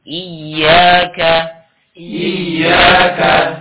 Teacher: Jadi bukan i, bukan di hidung, ya. Suaranya bukan di hidung, tapi di mulut.